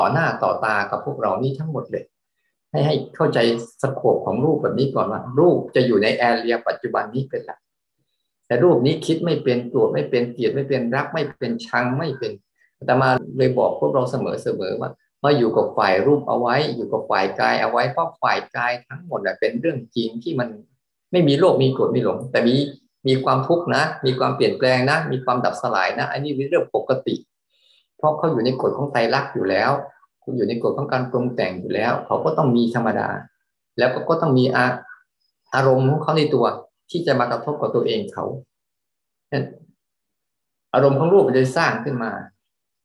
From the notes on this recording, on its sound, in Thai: เป็น 1 ใน 3 คอร์สออนไลน์ (ผ่านโปรแกรม Zoom).